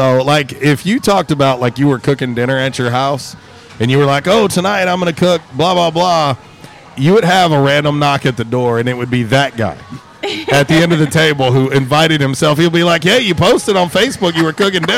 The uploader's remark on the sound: LIVE from J’Town’s Grill! On 95.3 The Ticket/AM-970, Ritter Communications Tubetown 21!